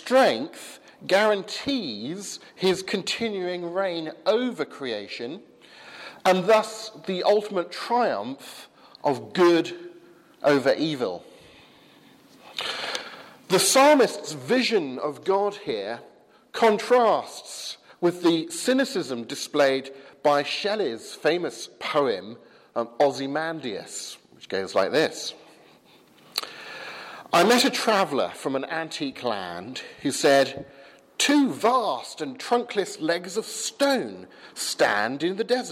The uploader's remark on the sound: from the 8 am service at Highfield Church, Southampton, November 22nd 2015